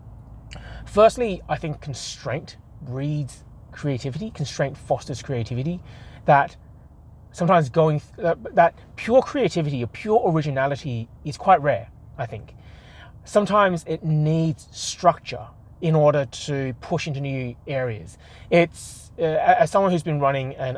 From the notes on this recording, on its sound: I record this whilst I drive to the 15 minutes or so to work, so its intended to be small and bite-sized. I must speak for the duration of the entire drive to work.